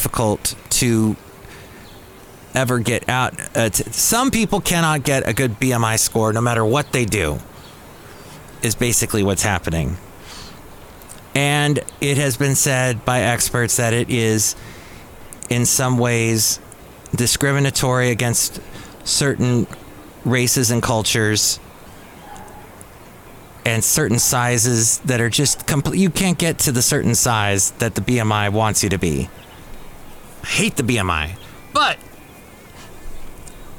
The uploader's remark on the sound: podcasts live from Café Anyway